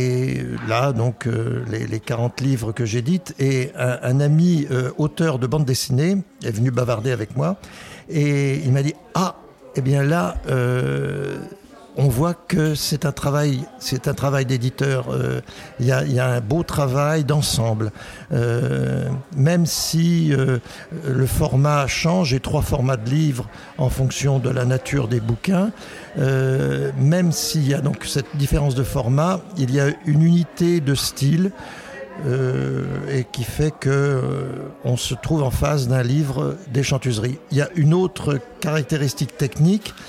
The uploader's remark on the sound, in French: Nous sommes le 18 septembre 2022 et assis à une table du bar le Clémenceau de Jard sur mer. Nous recevons des auteurs et des éditeurs qui participent à Escale Littéraire, le festival proposé par la communauté de commune Vendée Grand littoral.